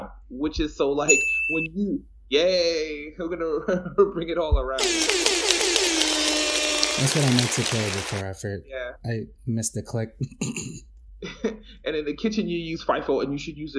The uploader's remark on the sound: Sorry in advance for the sound quality, i messed up on my audacity recording. Quick shout out to voicemeeter banana for making all the audio happen great.